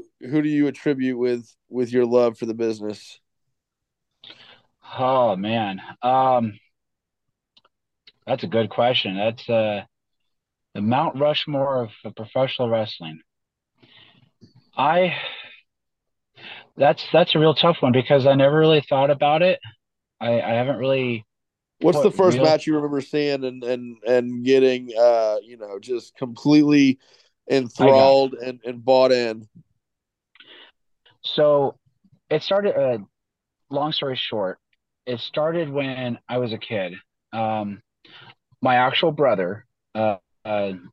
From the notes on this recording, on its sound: over a Zoom call